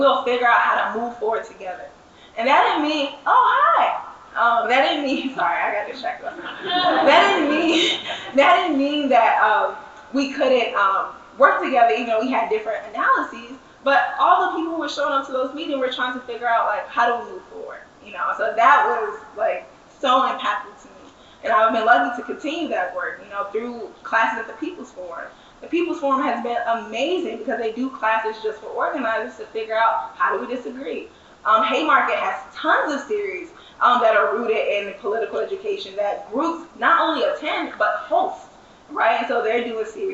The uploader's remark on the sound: session recorded at Socialism 2022